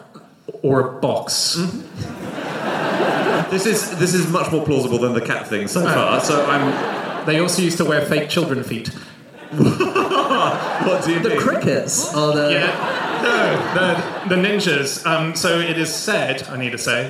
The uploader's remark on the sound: Live from Gothenburg